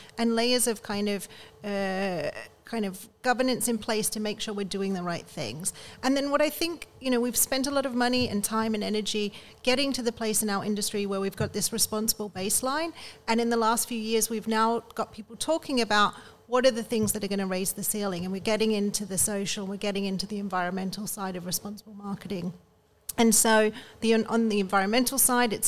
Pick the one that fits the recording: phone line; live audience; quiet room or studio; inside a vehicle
live audience